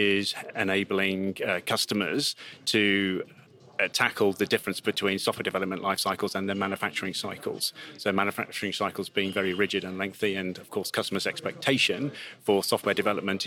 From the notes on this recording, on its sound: an interview from the Future of the Car 2023 conference